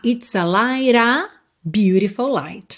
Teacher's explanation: o primeiro light vai ter rarara no T, para já ligar no A